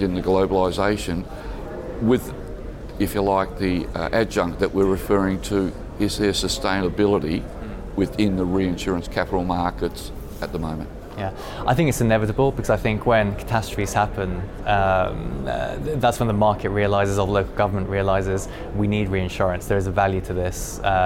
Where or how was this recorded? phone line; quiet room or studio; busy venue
busy venue